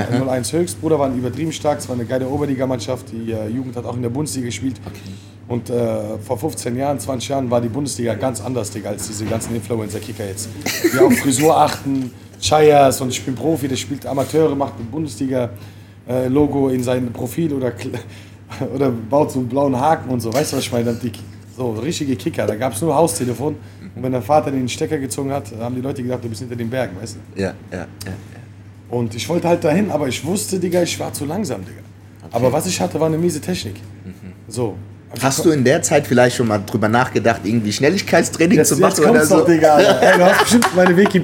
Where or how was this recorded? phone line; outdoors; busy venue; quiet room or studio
busy venue